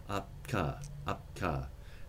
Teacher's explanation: And so, for instance, if we had a P and a K, both stops articulated at the same time, you would bring your lips together as if you were about to make a P sound, and you would bring the velum and the back of your tongue together to make a K. At the same time, you go up ka, up ka, and that would be a co-articulated P and K.